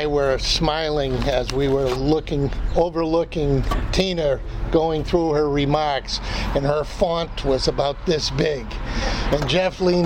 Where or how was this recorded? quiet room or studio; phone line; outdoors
outdoors